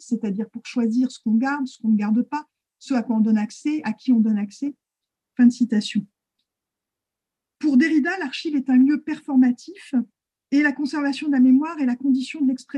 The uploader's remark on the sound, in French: Discussion Enregistré sur Zoom.